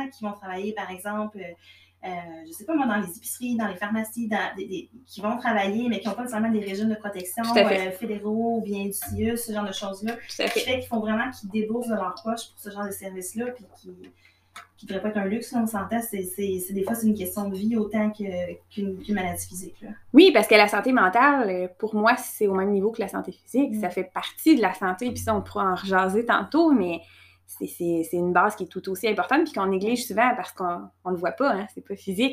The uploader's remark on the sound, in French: Le son est médiocre sur cet épisode: c'était ma première expérience d'enregistrement et le micro n'était pas optimal